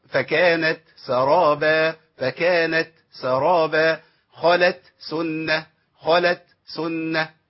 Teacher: محتاج منا بس نمشي النفس في مخرج التاء، لان التاء والسين حروف مهموسة، ولو تسهلنا في نطق التاء او ما اظهرناش الهمس اللي فيها تخش في السين على طول، فقد خلص دي ما تنفعش خالص.